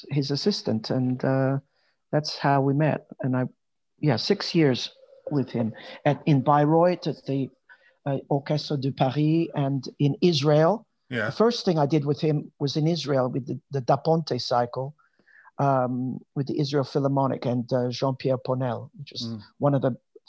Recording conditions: video call